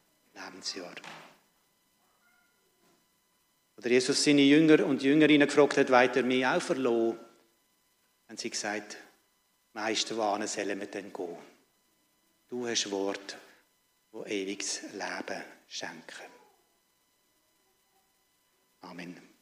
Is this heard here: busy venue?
no